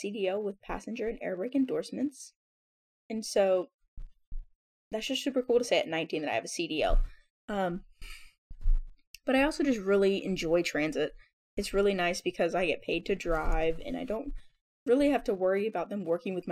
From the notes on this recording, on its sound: our audio quality this week was a little rough since we were not in our normal space.